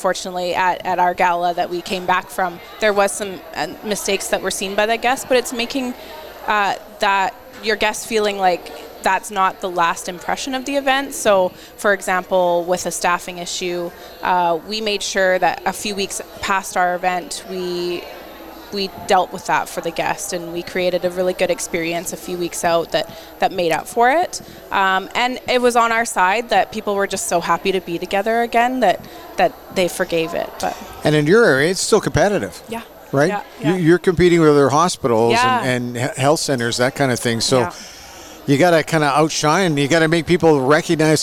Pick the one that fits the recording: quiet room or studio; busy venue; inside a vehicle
busy venue